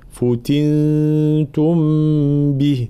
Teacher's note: لابد من بيان ضم الفاء ثم كسر التاء، فتنتم به هكذا.